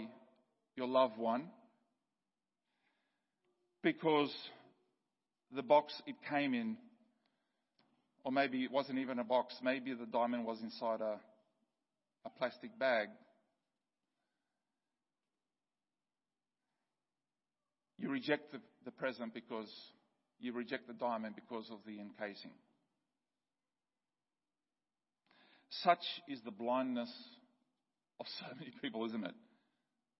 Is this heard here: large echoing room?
yes